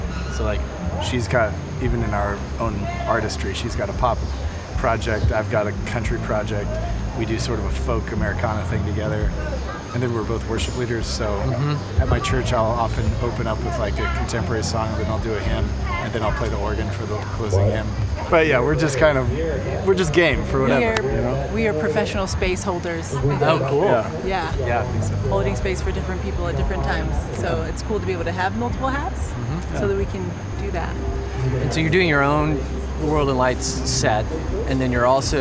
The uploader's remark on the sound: We caught them backstage at Wild Goose Festival. We caught them backstage at Wild Goose Festival. We get a chance to hear some of their live performance at the Festival!